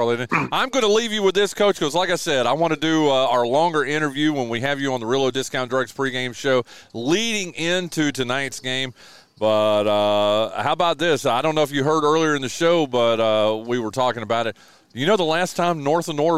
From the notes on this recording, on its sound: live from the fourth annual True Smoke BBQ Smoke-Out